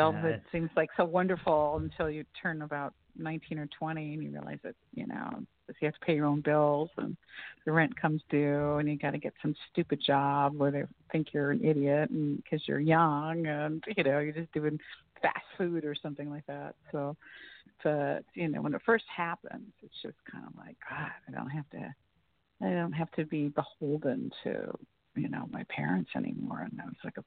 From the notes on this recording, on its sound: Thanks to our callers from Long Beach, Calfornia and Tacoma, Washington